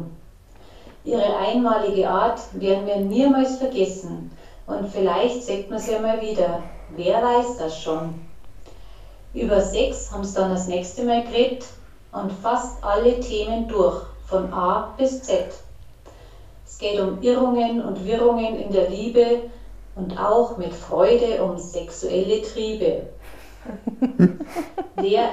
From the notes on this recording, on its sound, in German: Audiovisuelle Störungen bitten wir zu entschuldigen.